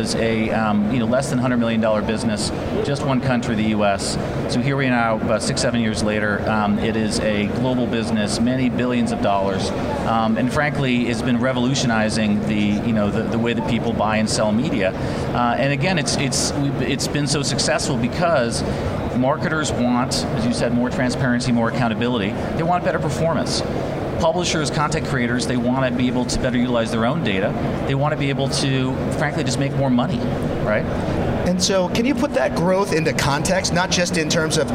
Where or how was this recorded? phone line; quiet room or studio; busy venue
busy venue